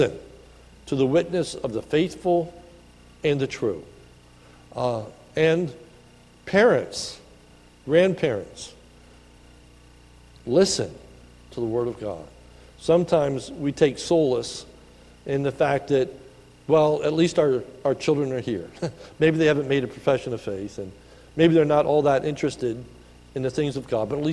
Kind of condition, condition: setting, large echoing room